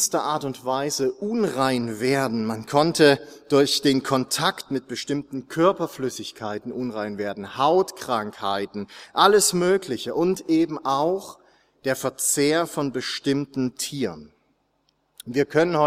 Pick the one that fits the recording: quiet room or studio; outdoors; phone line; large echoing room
large echoing room